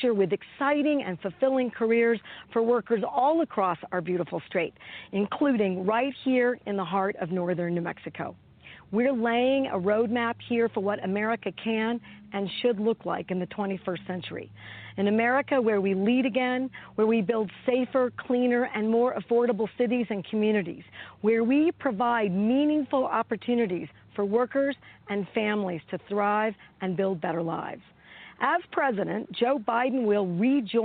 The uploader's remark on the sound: On opposite coasts in the USA. It is a live call in show.